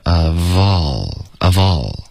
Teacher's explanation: of 跟 all 一定要连读